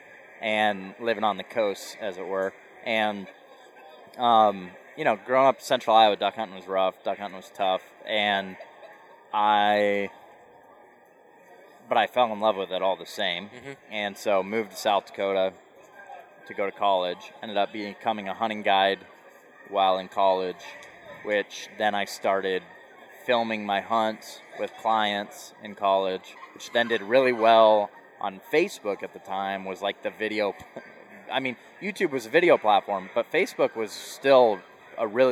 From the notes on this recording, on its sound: This episode was recorded at the latest Duck Hunters Expo in Little Rock, AR.